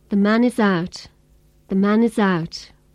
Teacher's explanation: And instead of is, I said is. The vowel sounds in the and is have been weakened or reduced. · Term: weak forms